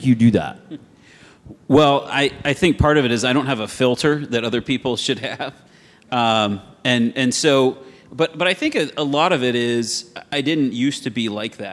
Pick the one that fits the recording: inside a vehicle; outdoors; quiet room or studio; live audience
live audience